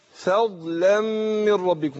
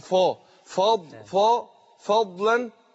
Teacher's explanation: الفاء مرققة حرف مستفل والضاد حرف مستعلي حرف قوي · Shown in: first take · فأقول إيه فضلا من ربكم، فاء ما أقولش فا فضلا، لا أقول فضلا هكذا.